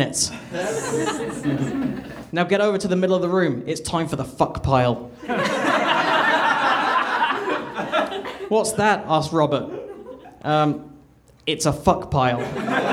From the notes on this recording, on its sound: Recorded April 15, 2014, at the Nerdmelt Theater in LA.